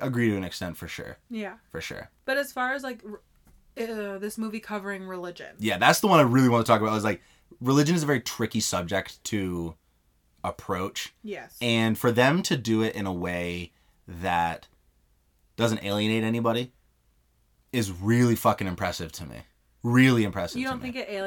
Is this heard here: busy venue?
no